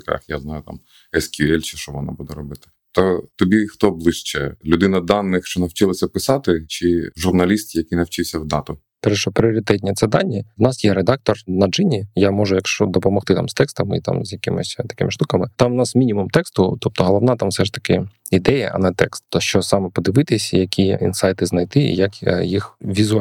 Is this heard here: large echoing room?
no